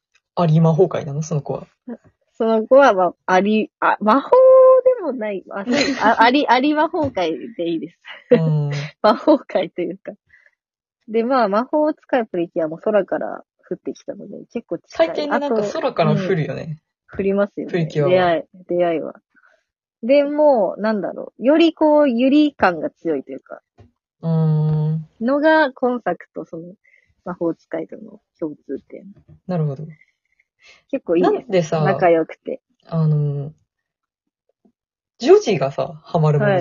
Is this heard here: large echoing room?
no